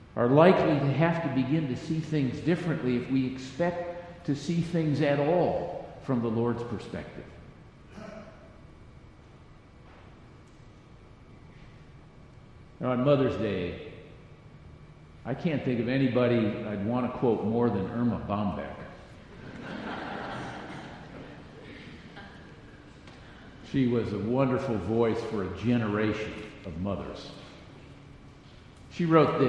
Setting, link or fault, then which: setting, large echoing room